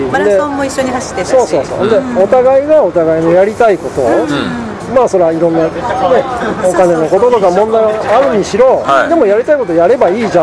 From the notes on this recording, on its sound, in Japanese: 岡山駅前のイオンのスタバにて